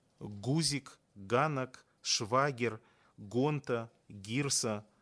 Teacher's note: У асобных словах беларускай мовы, звычайна запазычаных, вымаўляюцца выбухныя гукі: г і г, гузік, ганак, швагер, гонта, гірса.